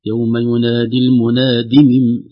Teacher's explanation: لكن حفص يحذف الياء محذوفة رسما ولفظا · Term: ياءات الزوائد